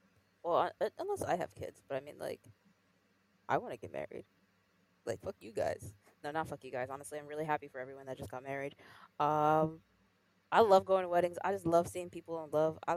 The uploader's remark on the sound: Audio levels in this episode were tough to manage, working on getting better microphones!